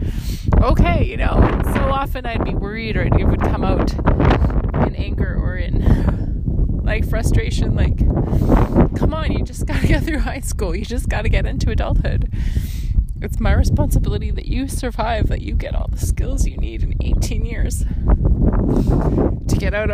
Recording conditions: wind noise